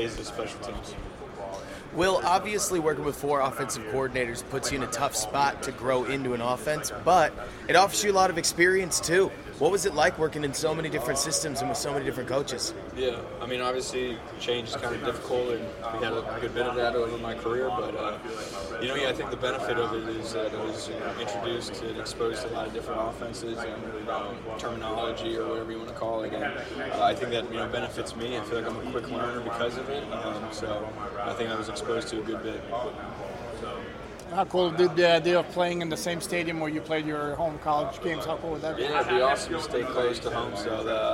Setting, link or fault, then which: setting, busy venue